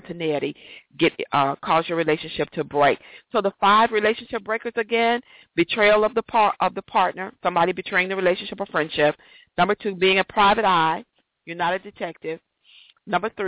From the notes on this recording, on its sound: A special 15 minutes show for the Got To Get Myself Together 2014 Teleconference